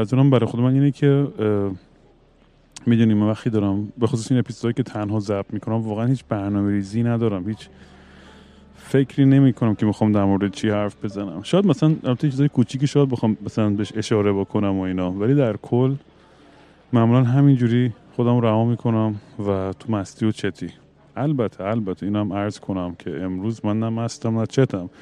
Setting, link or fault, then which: setting, busy venue